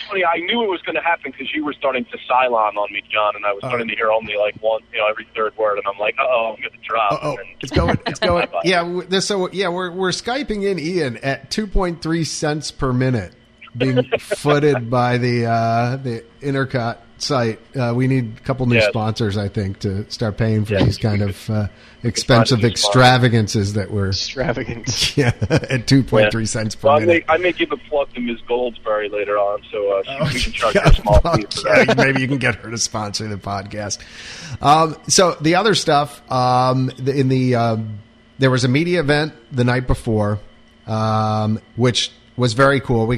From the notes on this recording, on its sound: calls in via Cell phone after driving home from Walt Disney World